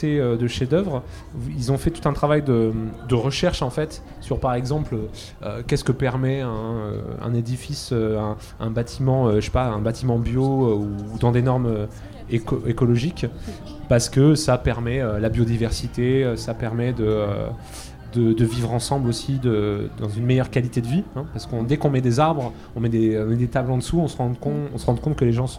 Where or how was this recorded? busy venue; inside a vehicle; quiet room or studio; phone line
busy venue